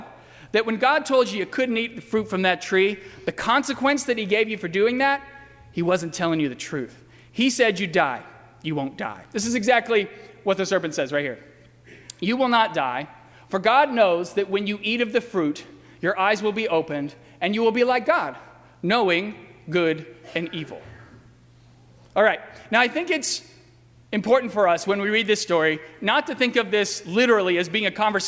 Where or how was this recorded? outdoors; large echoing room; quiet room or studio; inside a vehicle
large echoing room